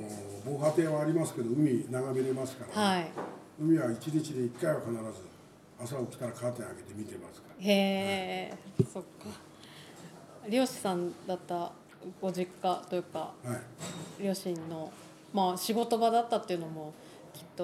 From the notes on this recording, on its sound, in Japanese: 白老町のコミュニティセンターの1階にあるカフェ「ピラサレ」で収録しています。